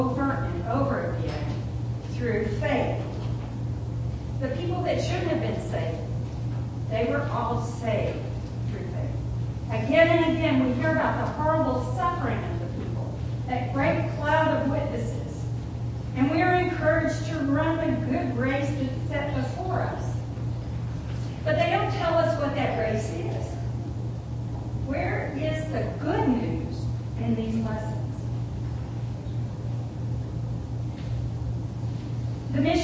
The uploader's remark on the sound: It was a bit of a challenging day for the sound system